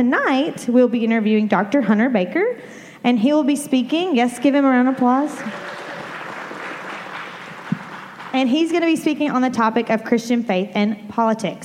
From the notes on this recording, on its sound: answers questions from the audience.